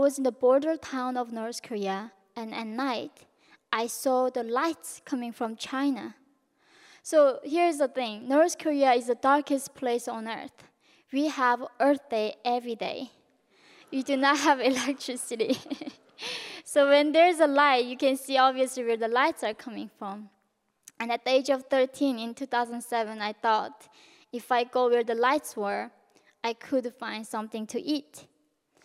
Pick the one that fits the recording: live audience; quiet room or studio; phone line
live audience